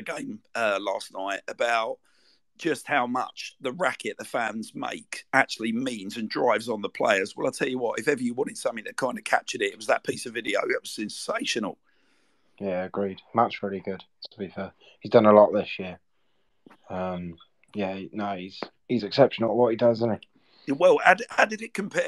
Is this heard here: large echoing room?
no